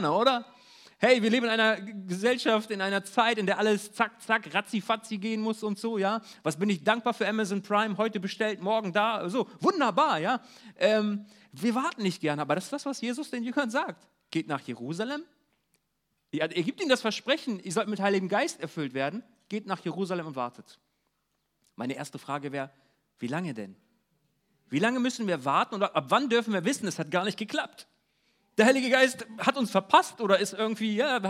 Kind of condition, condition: setting, large echoing room